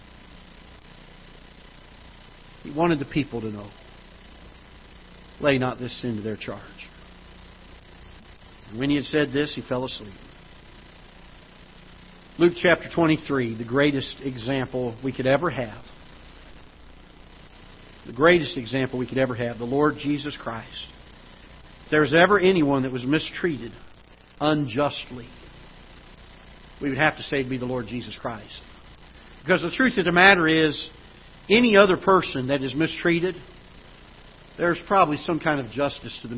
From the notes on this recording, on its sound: Ketha Heights Baptist Church ~ Live Broadcast.